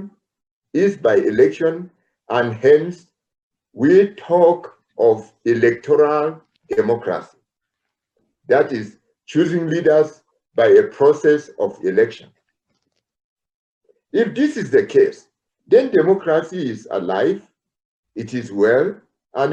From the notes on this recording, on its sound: This episode is the audio version of a live online session from #JLFColorado2020.